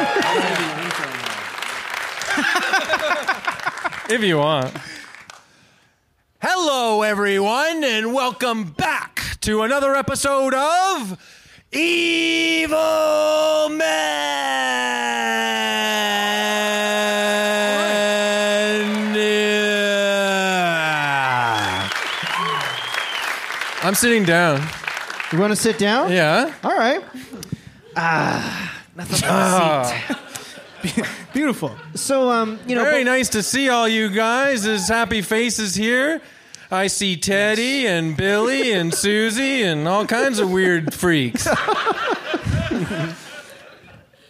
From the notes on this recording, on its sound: This week’s episode is a very special recording of Evil Men LIVE! From Toronto’s Paradise Theatre. Delighted the crowd.